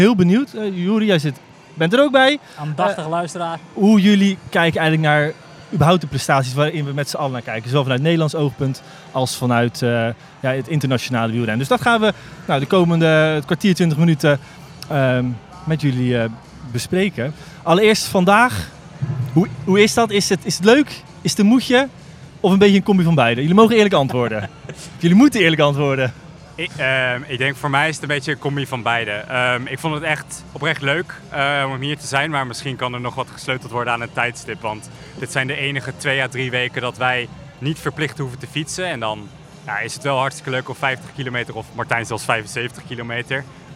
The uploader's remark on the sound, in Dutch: Die laatste twee schuiven ook aan in de WielerFlits Podcast, die live op locatie werd opgenomen.